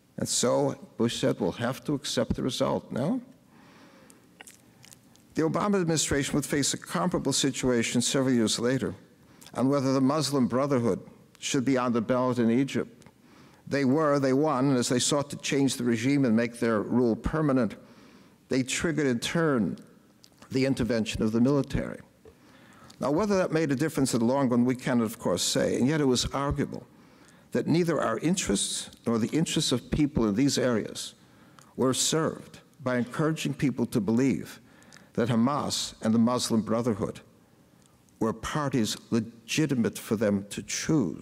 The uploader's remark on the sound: Gave the keynote address at The Institute of World Politics Commencement.